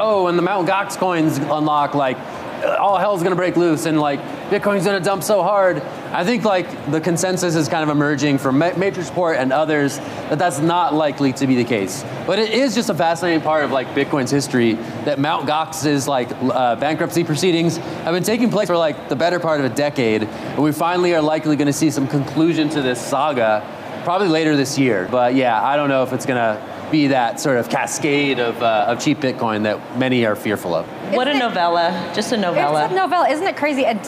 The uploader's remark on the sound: "The Hash" is live from Consensus in Austin, Texas